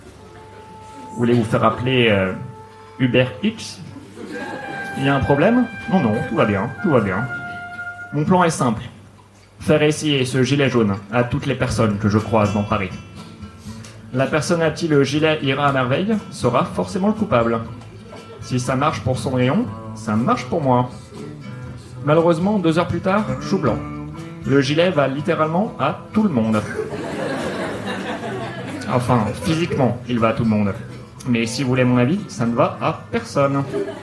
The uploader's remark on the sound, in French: Enregistré en live et en public au One More Joke le 22/11/2018